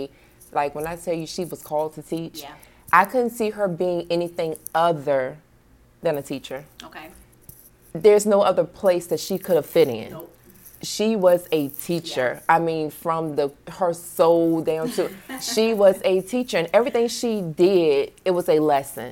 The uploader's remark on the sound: We were in a very popular and busy hotel in the Washington, DC area. There are some minor noise issues.